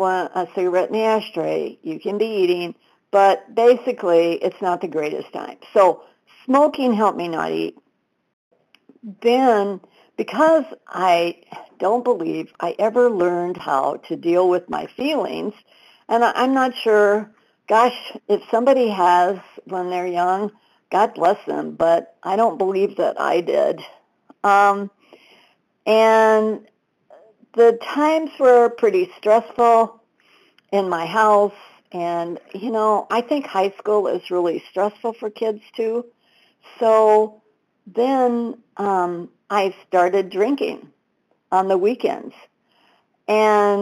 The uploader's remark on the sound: 100 Pounders Phone Meeting, 12/4/22